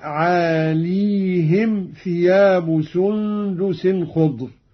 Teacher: قرأ قالون بإسكان الياء